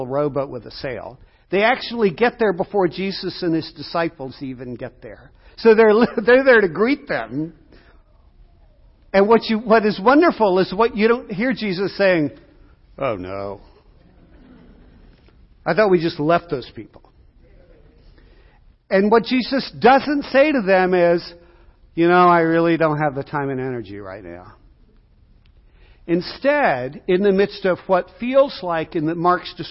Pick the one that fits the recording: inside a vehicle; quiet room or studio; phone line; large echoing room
large echoing room